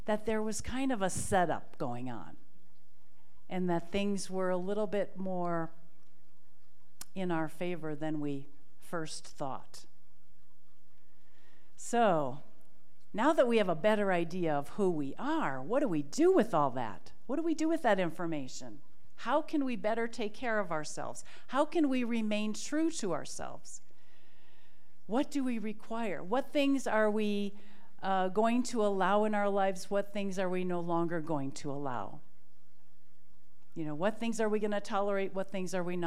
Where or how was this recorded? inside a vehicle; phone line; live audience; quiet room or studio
live audience